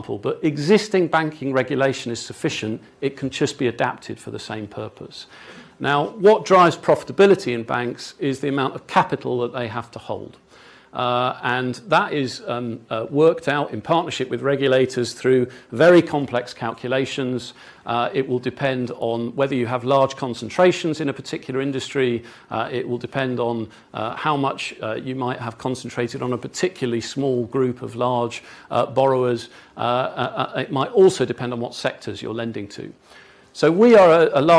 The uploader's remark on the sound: delivered a lecture as part of the Bristol Distinguished Address Series